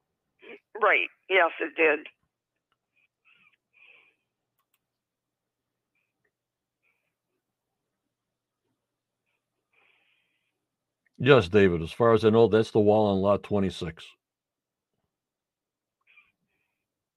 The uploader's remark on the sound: ON THE PHONE